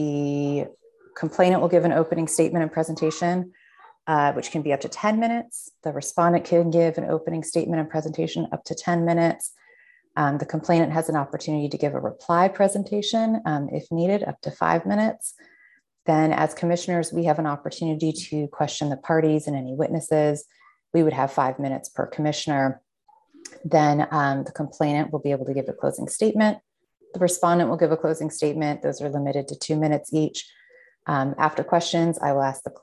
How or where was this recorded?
video call